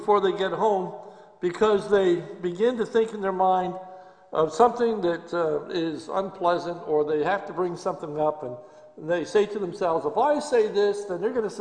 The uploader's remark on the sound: This is a sermon recorded live at Lebanon Bible Fellowship Church in Lebanon, PA on 12/13/2020 during the evening service.